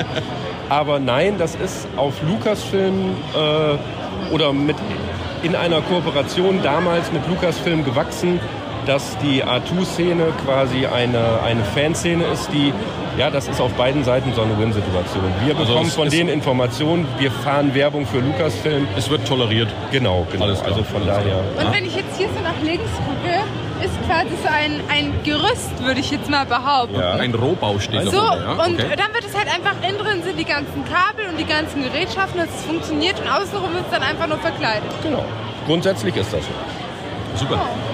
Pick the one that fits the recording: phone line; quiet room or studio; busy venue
busy venue